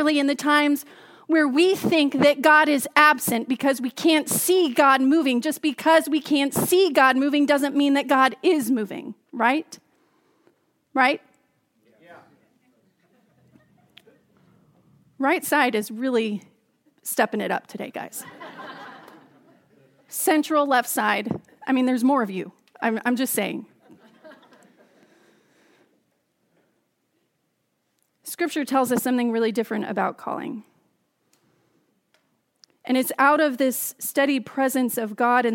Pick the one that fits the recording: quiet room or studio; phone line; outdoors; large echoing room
large echoing room